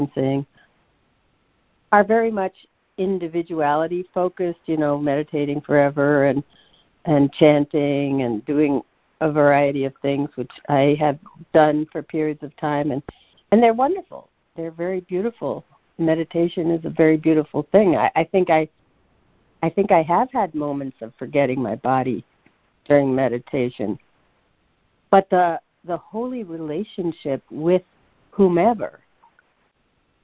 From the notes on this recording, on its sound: ACIM Daily Conference Call